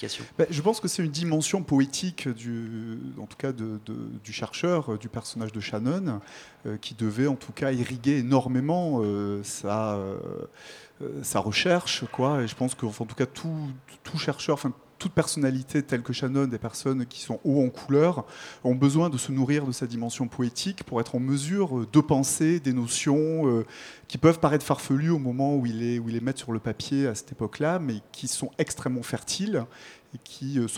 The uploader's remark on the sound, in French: Au programme de cette Matinale spéciale en direct depuis le Museum National d'Histoire Naturelle.